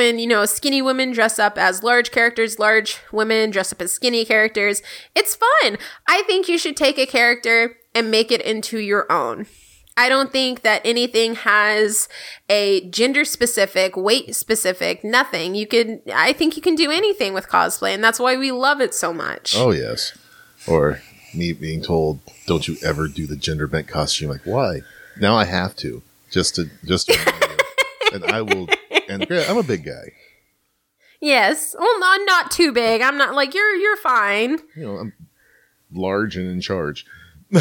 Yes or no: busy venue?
no